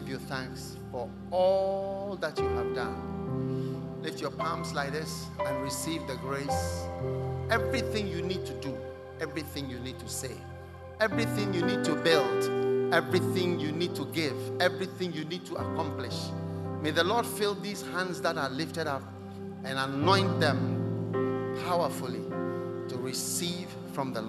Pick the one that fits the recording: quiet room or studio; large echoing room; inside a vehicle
large echoing room